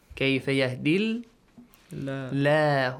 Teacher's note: that kasra sound tells you that the letter lam in the word Allah should not be pronounced with an ah sound